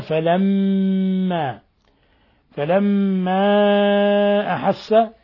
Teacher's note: ميم مشددة تغن مقدار حركتين، لأن النون إذا شددت والميم إذا شددت فإنها لابد من إظهار غنة مقداره حركتين فيهما.